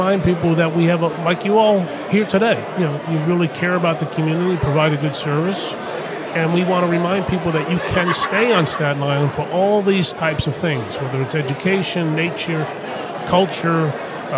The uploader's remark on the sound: at the SIEDC Business Conference